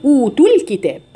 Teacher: نحذف حرف المد الاول · Term: التقاء الساكنين